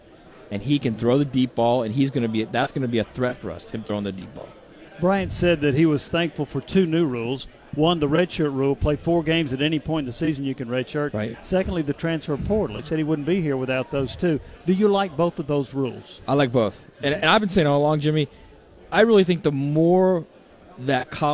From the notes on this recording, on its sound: live from SEC Media Days